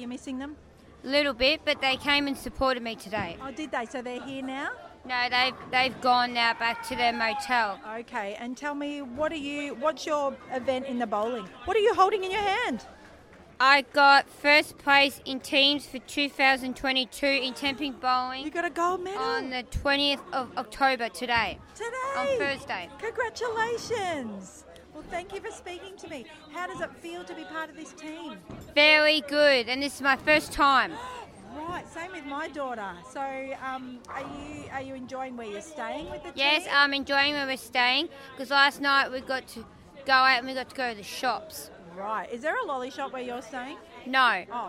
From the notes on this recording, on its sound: captures more of the Special Olympics sounds of belonging, friendship, joy and inclusion